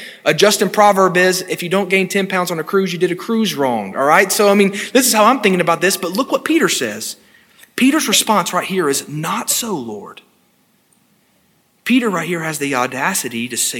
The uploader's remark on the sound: This sermon was delivered on February 6, 2022 at First Baptist Church Hendersonville, NC.